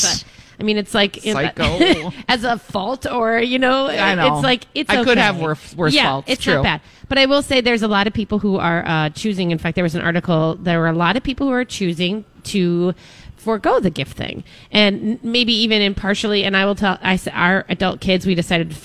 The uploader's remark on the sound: broadcast live at Revolution Hall at Rosedale Center!